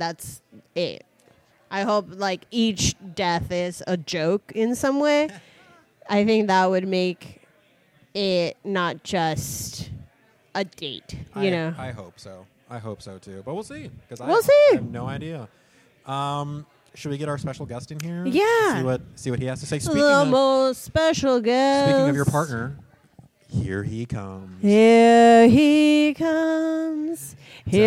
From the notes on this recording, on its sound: LIVE EVENT [VIDEO]. Record from The Logan Theatre.